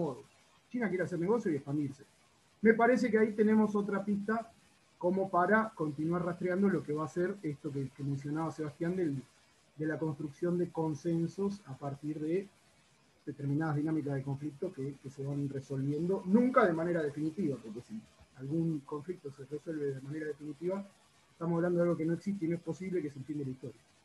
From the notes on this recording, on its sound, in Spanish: Estamos trabajando en mejorar el audio pero dada la premura de las circunstancias, decidimos subirlo así, en crudo, punky, cloaquero, artesanal.